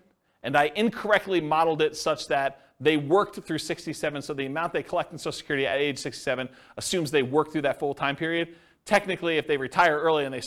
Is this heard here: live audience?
yes